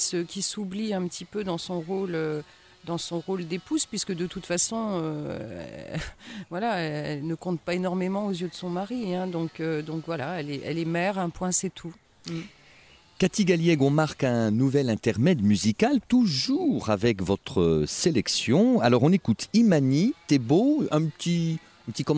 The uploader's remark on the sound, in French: Cet entretien a été enregistré dans le parc de l’Hôtel Avallon Vauban, à Avallon, mercredi 31 mai 2023.